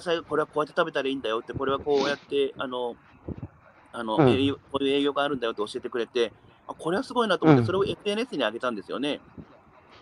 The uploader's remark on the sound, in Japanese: 歩くラジオ。山口県下関市。歩きながら1時間、対談する。